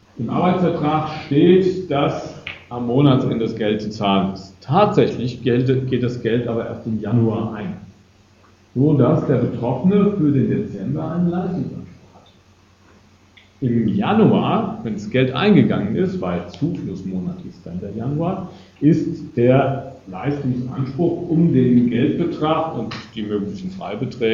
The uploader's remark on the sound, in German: Gekürzter Mitschnitt eines Vortrags. In Darmstadt.